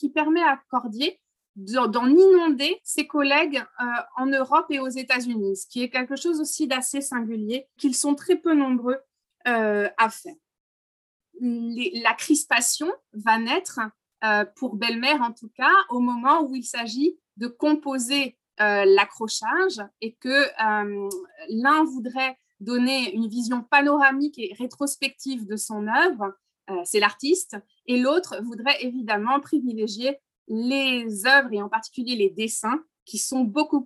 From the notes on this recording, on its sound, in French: Enregistré sur Zoom